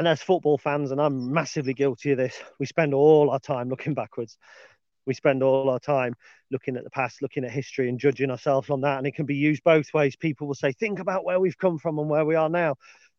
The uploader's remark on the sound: on today's dog walk